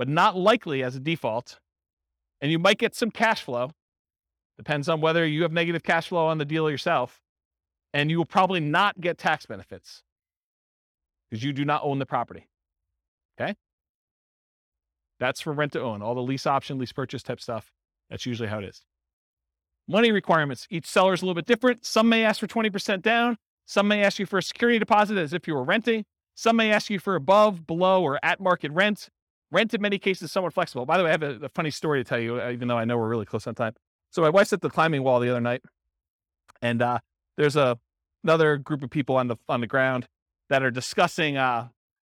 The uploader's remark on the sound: Port St Lucie, Florida. This was a live class recorded to give investors a solid qualitative overview of all the different real estate investing strategies.